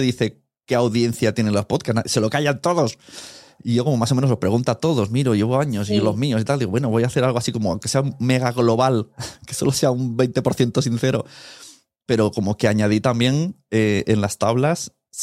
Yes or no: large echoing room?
no